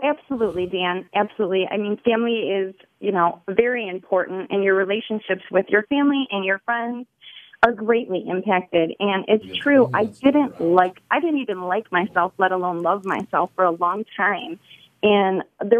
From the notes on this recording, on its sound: Call in guest